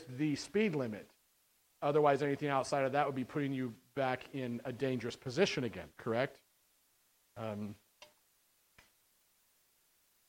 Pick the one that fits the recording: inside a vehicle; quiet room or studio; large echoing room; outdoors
large echoing room